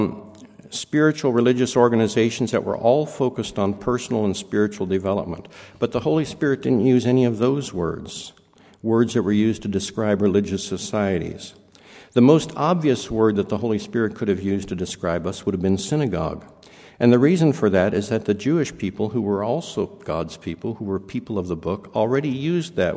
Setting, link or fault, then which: setting, large echoing room